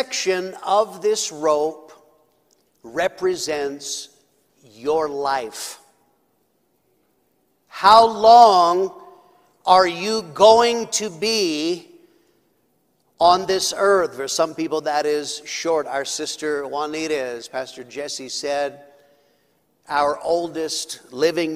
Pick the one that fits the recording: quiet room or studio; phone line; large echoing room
large echoing room